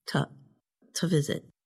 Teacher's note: And instead of saying to visit, the vowel in the word to gets changed to a schwa, which sounds like a.